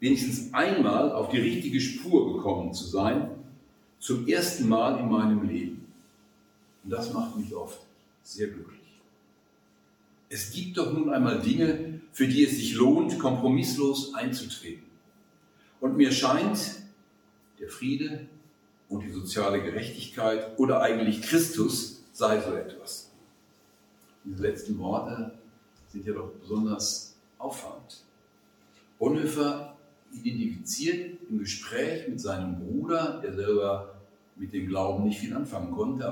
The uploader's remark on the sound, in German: Vortrag beim Zinzendorf Forum am 27.11.2021 in Marburg.